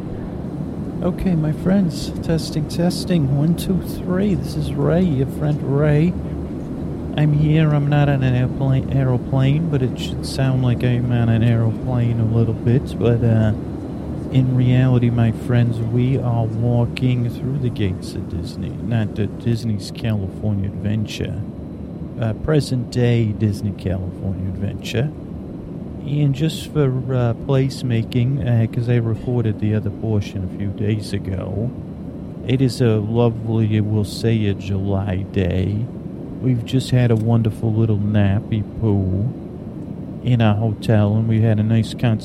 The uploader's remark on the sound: A mellow dreamy plane ride where your thoughts are soaked in white noise. CONTAINS AMBIENT AUDIO as it was recorded on a plane and during layovers at airports.